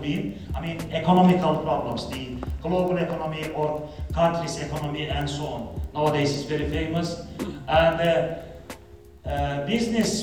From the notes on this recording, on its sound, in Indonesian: gw mengikuti sebuah siposium yg ada di istanbul, dan materi dari para pembicara pun gw rekam